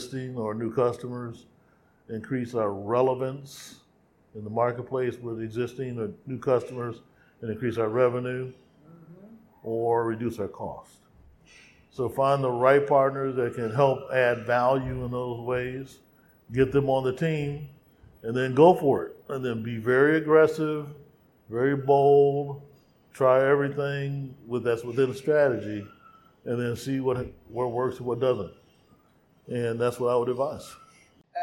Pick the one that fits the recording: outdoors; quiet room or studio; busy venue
busy venue